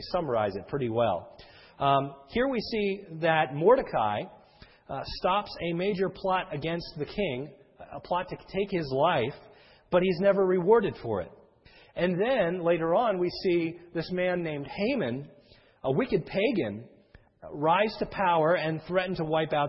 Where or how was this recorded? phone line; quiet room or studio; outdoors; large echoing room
large echoing room